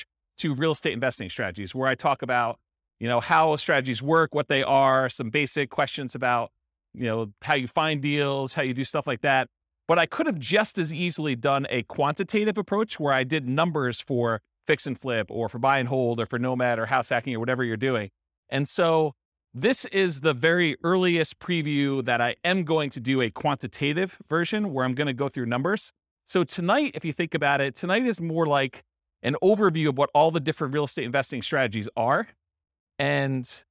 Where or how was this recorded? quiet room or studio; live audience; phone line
live audience